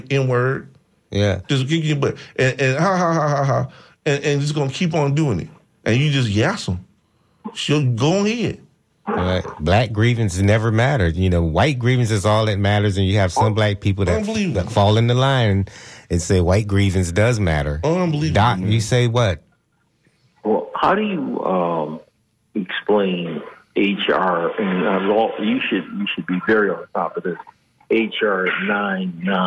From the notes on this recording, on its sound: unique magazine format call-in show